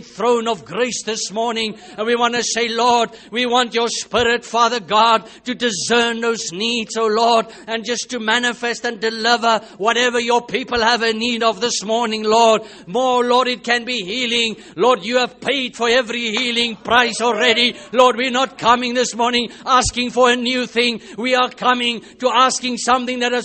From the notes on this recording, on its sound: Preached At The Country Tabernacle.